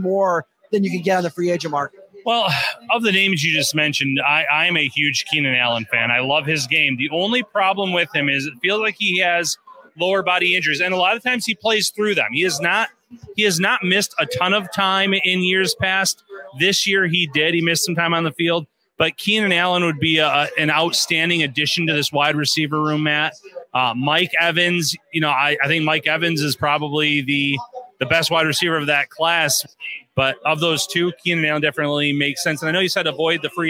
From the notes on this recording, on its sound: LIVE FROM WINGNUTZ. Are live back out at Wingnutz at 700 Military Rd. For another live show one night before the big game.